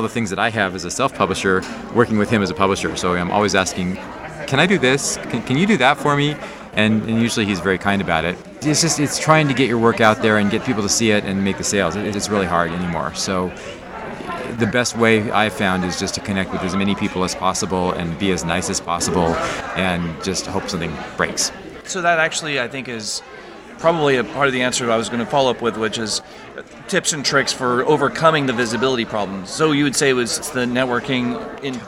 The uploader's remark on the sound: We are LIVE from BayCon 2023. In Santa Clara, California.